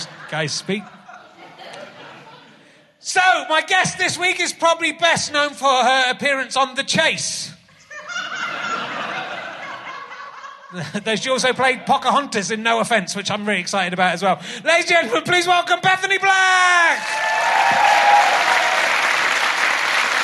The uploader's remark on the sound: back at the Manchester Podcast Festival